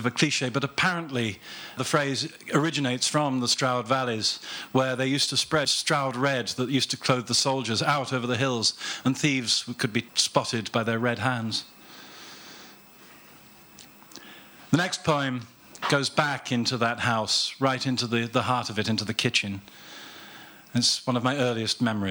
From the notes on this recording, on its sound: This live recording was made on April 30th 2014 at the Gwdihw Cafe Bar in Cardiff during the launch of issue 2 of the magazine.